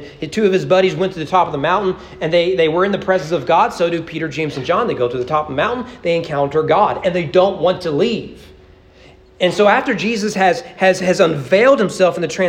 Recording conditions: large echoing room